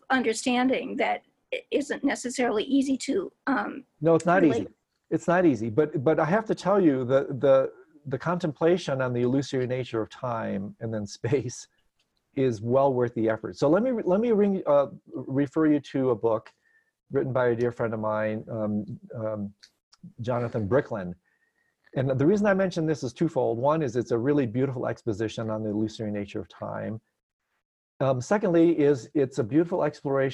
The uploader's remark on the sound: Virtual Weekly Hangout